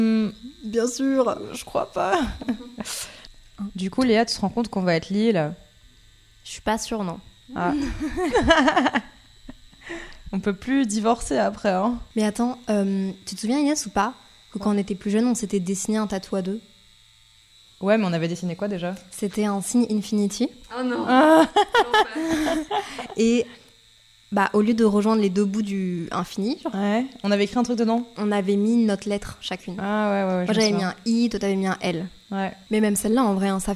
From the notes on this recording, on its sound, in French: J'ai enregistré un épisode de podcast pendant que je me faisais tatouer pour la première fois.